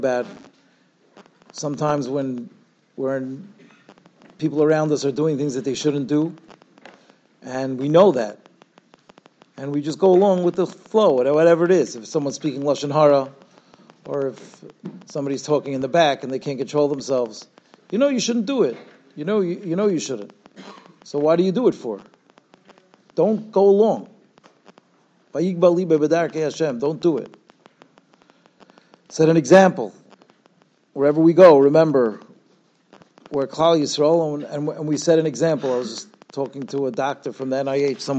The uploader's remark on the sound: Shiur recorded in Yeshivas Ohr Reuven, Monsey, NY.